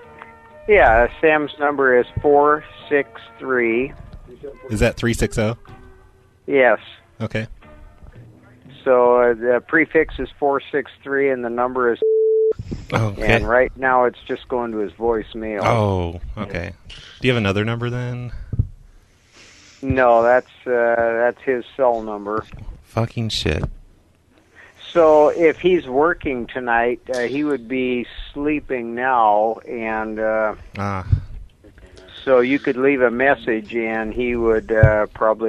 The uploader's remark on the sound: Prank Phone Calls